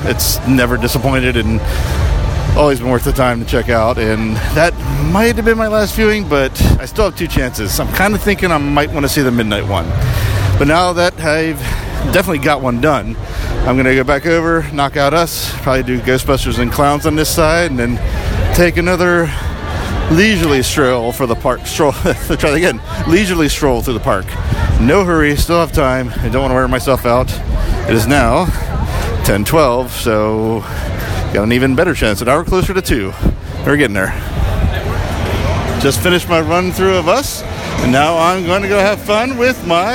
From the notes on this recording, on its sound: records his final night at HHN29